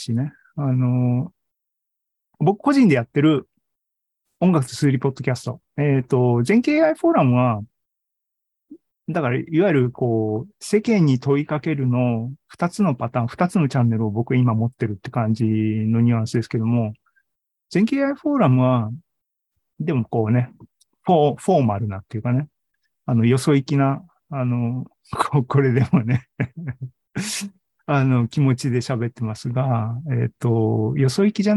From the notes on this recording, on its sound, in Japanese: ２０２２年１１月３０日に開催した ZOOMライブの模様です。